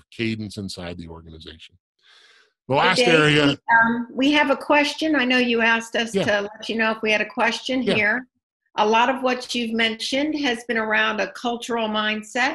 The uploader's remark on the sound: Watch or listen to the recording of this strategic and tactical webinar